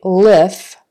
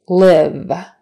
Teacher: F is just like V, only V has a voice to it. You voice the V in, but it's made just the same way as F.